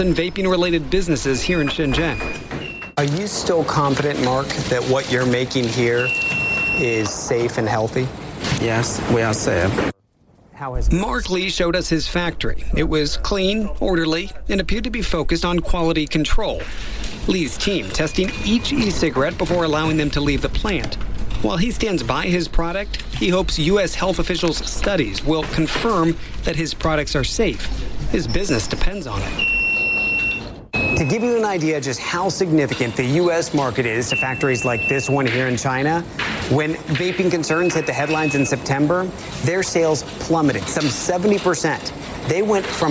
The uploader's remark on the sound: live from The New York Stock Exchange.